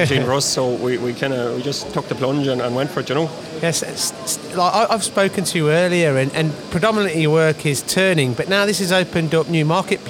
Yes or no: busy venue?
yes